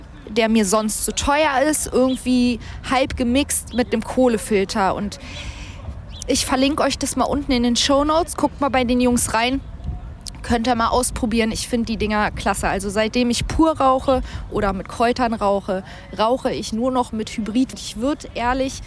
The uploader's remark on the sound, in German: Ohne Gast, ohne Team, ohne Zuschauer nur Ich, das MIC und die Natur.